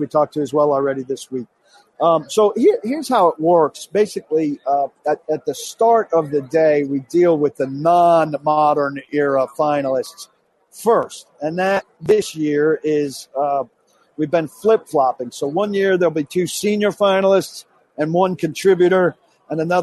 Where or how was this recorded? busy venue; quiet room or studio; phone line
busy venue